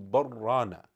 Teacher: otherwise you would join between the two, bar rana, and you would miss out the lam. So in order to make the lam distinct, and this is done obviously from an eloquence point of view, also from a linguistic point of view, and that is because the bal here is extremely important.